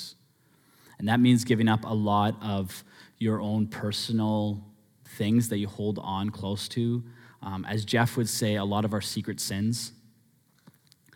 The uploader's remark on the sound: Sermon Audio From Northview Young Adults